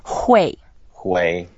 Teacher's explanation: 会 is the fourth tone. So when we pronounce it, we go down first.